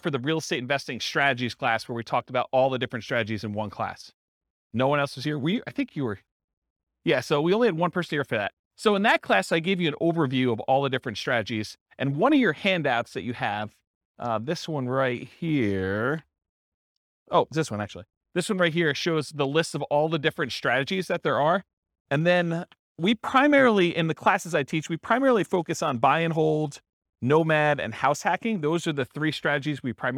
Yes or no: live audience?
yes